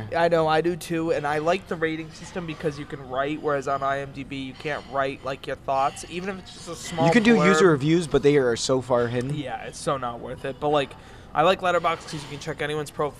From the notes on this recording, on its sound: (LIVE from IHOP). Coming to you LIVE from the IHOP in Providence.